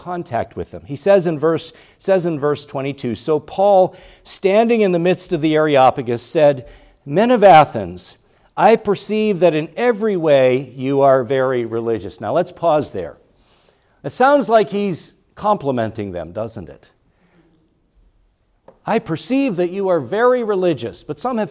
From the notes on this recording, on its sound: preached at Grace Orthodox Presbyterian Church in Sewickley, PA, during the morning Worship Service on Sunday, February 18, 2024